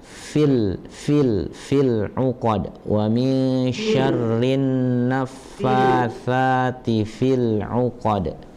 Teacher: huruf fa jadi hames ya. Ya, jadi ada angin yang keluar.